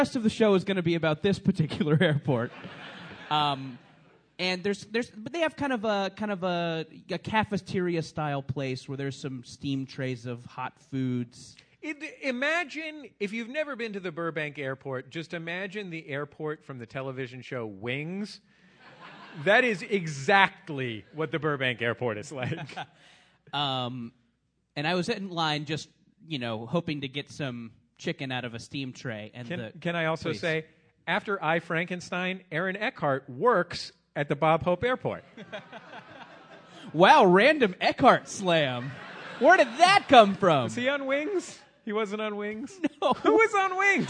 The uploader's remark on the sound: Live at SF Sketchfest. Live on stage at the Eureka Theater in San Francisco.